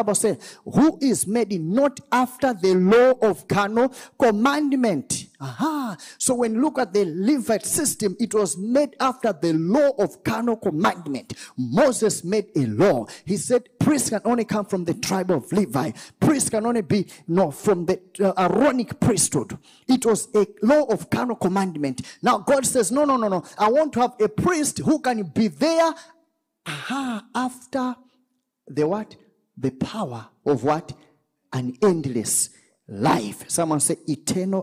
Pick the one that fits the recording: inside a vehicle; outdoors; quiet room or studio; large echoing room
large echoing room